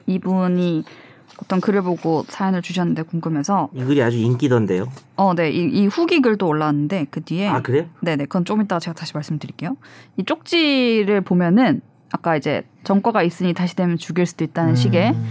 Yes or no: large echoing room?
no